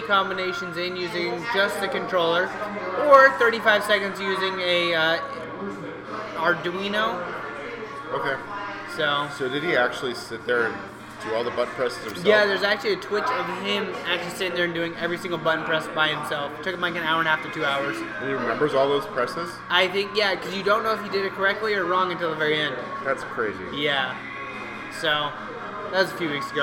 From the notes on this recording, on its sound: we are live from another brewery